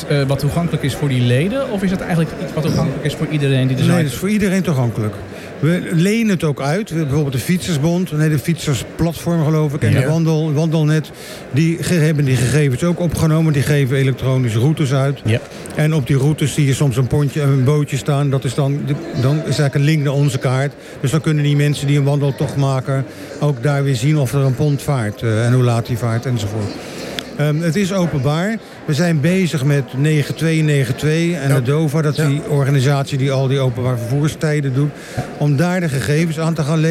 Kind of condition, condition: setting, busy venue